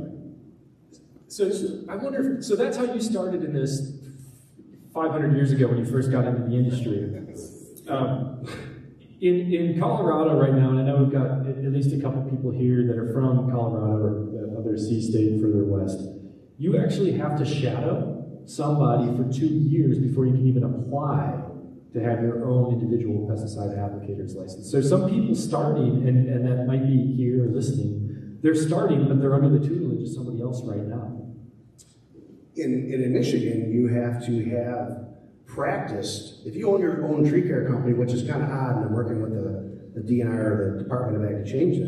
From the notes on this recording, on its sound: Live from TCI EXPO 2023! On the main stage in St.